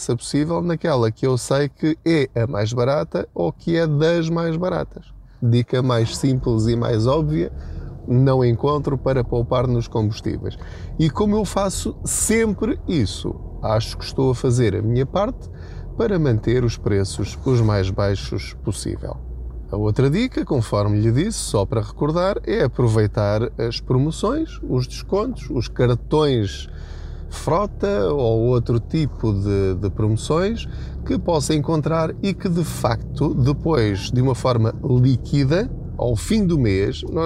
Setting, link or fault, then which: setting, inside a vehicle